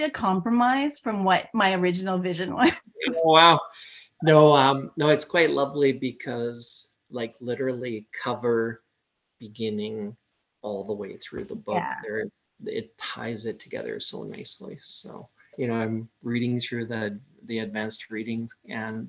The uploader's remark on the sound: Recorded over Zoom so the sound is a bit choppy